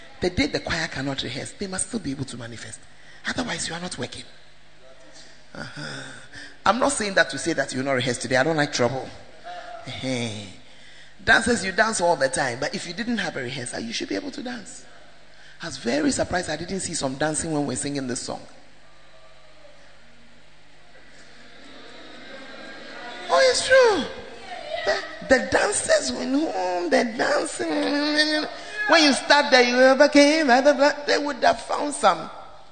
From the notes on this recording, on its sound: preached in First Love UCC